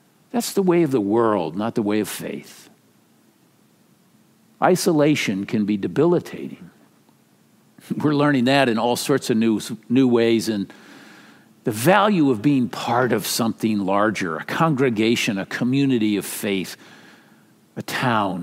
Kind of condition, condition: setting, large echoing room